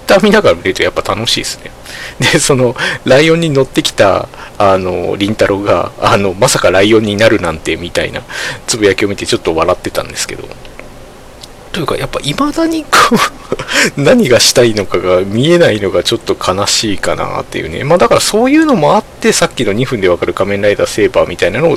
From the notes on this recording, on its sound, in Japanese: From Radiotalk。今回マイクの設定をミスってちょっと音割れがひどいです。